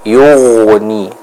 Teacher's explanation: huruf ghain itu dibaca dengan mengalirnya suara · Term: huruf ghain yang sukun